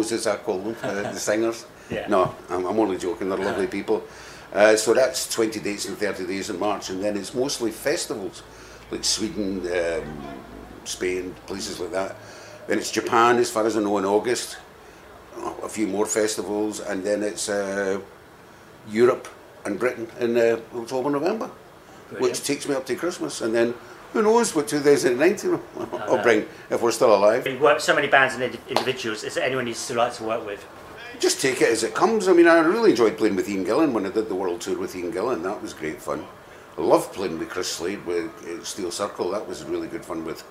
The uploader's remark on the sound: recorded at Bannermans Edinburgh 17/2/18